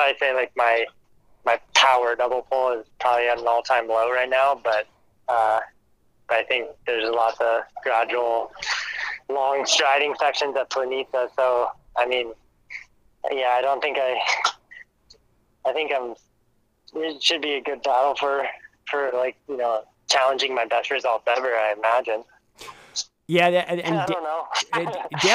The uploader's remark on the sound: we caught him en route to Slovenia for a quick phone call.